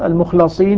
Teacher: يقرأها كما نلاحظ المخلصين بفتح اللام نافع والكوفيون